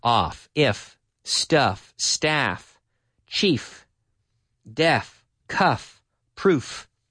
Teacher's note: you don't activate the vocal cord with the F